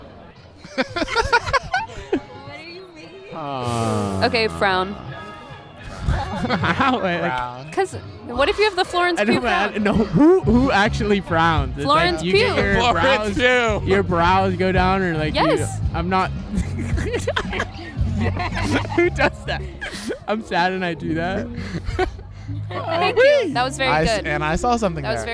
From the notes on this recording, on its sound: LIVE from SpringFest. Go to SpringFest to talk to students.